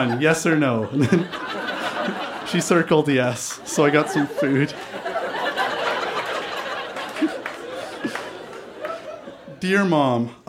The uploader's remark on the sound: Recorded live at Broken City in Calgary, AB.